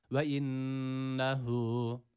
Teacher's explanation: İnnehu, buradaki şeddeli olan nunu biraz tutuyoruz, hemen bırakmıyoruz. Tabii bu yavaş okumada.